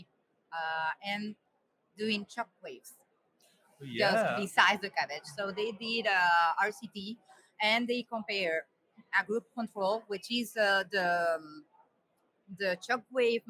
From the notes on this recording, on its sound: Live from EACTS. Reports live from the 2023 EACTS Annual Meeting. This edition of The Beat was livestreamed from Vienna, Austria.